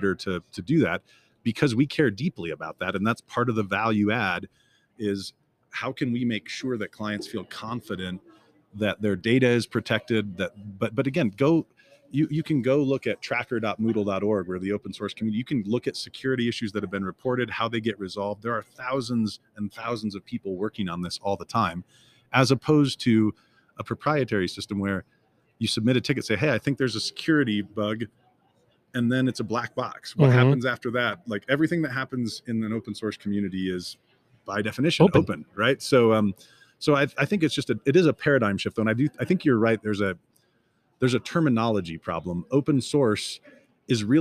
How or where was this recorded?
busy venue